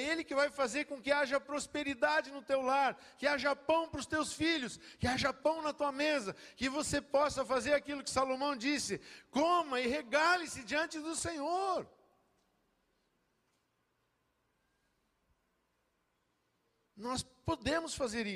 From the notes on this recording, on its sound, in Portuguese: Dia 19/11/2022 na Igreja ABA Bumenau (Transmitido ao vivo)